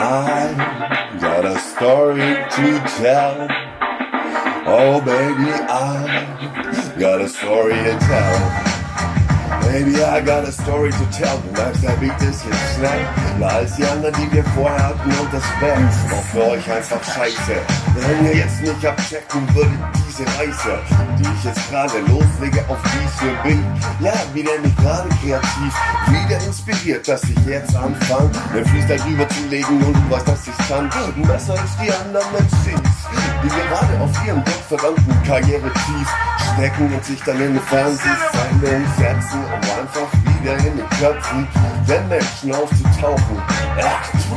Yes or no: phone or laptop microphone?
yes